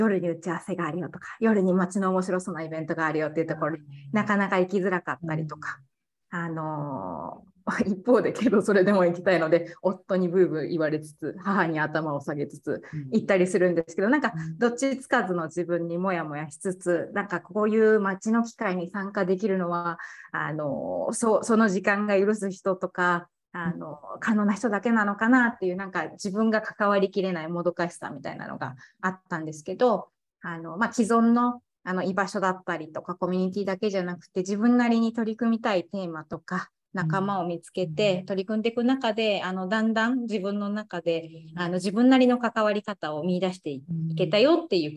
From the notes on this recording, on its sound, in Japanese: 収録場所： オンライン (Zoom)